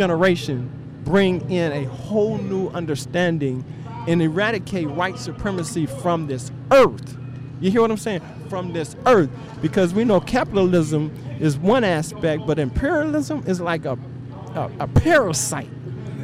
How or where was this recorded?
outdoors